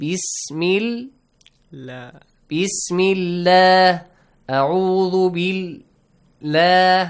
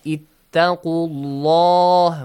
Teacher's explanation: if you have a kasra sound, you pronounce the letter lam lightly. But if you have a fatha or a dhamma sound, you pronounce it with heavy sound.